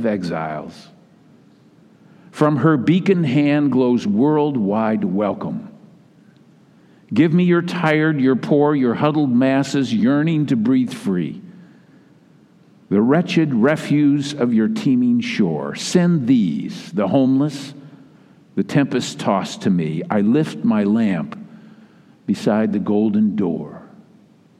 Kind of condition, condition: setting, large echoing room